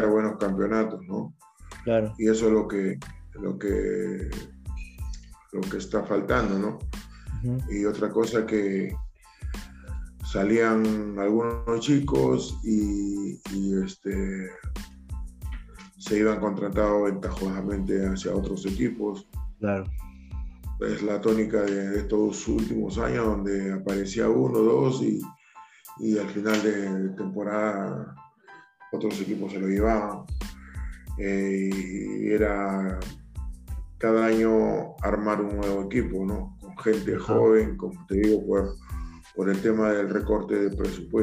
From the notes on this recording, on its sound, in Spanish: nos concedió una entrevista vía Zoom